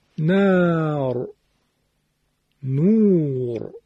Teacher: وقتی شما رایتون ساکنه ما قبلش الفه، در واقع یک نوع فتحه ما قبلشه، فتحه کشیده، وقتی ما قبلش واو مدیه، در واقع ضمه کشیده انگار ما قبلشه. · Term: تفخیم را